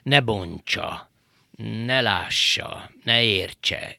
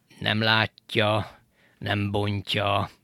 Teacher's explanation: a J az egyik esetben essé vagy csévé hasonul, ugye palatalizálódik · Shown in: first take · így nevezzük, méghozzá a felszólító J.